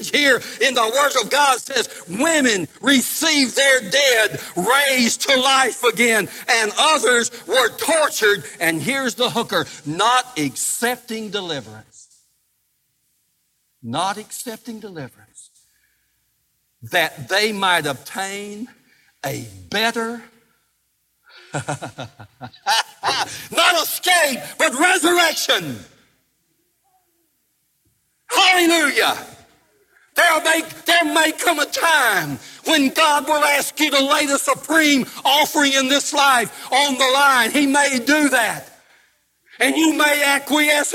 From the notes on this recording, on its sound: Live Service